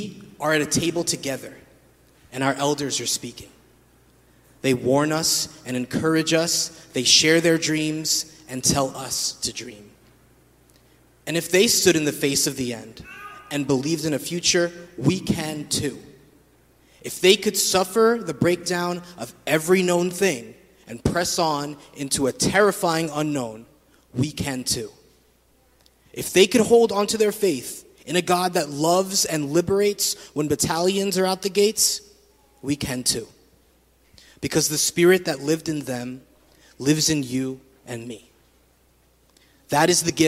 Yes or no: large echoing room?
yes